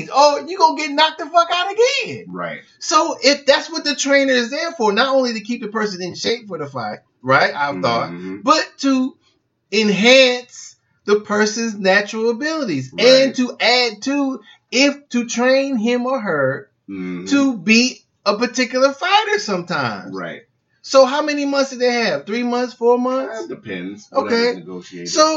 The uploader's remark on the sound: Accidentally recorded the episode in the wrong setting so it's a throwaway LOL.